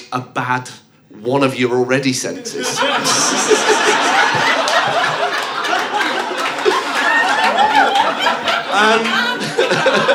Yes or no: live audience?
yes